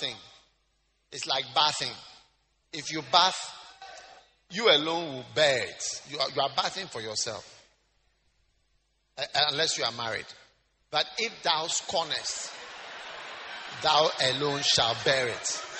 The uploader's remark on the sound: Preached at The Lighthouse Chapel International, King of Kings Cathedral.